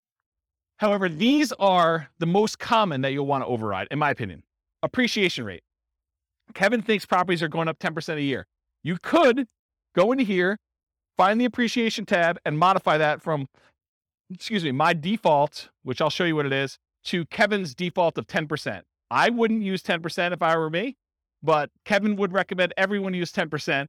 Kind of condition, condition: setting, live audience